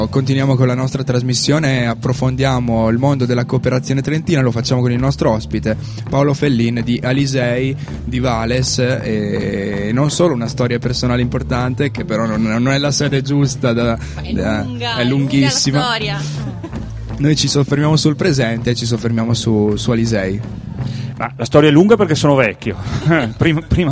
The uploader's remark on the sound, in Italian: In questa puntata speciale in diretta da Piazza delle Erbe di Rovereto, in occasione di "Ama chi ti pare"